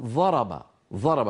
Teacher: فيستعملون طرف ألسنتهم بدل حافة اللسان يجدونه أسهل